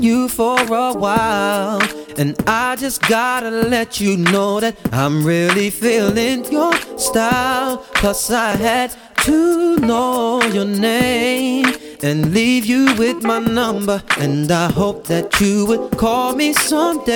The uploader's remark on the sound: ALL Are Welcome LIVE at Land Grant.